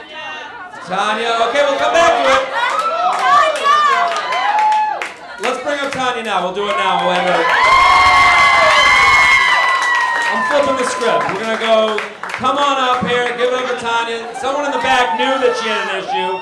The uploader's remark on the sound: LIVE From The Laughing Skull In Atlanta.